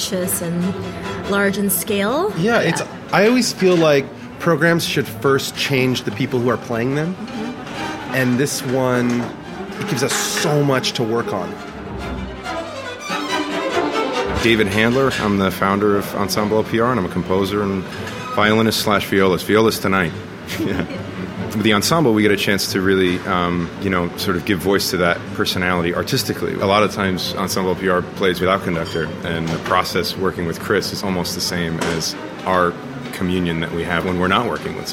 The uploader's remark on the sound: LPR Live brings the excitement of the live-concert experience back to life with recordings from Greenwich Village’s pioneering Le Poisson Rouge in New York City.